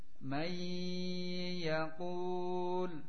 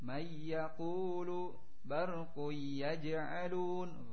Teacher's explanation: dibaca dengan dua harokat, ditahan dengan memakai gunnah dua harokat. Yang pertama di sini apa contohnya menghadapi ya, may yaqul, ditahan sifatnya dua harakat.